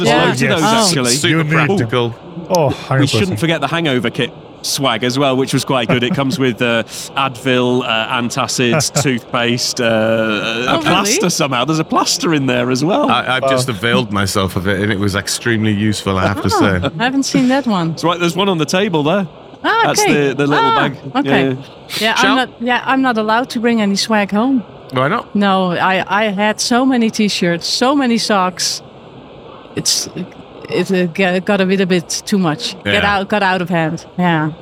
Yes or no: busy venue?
yes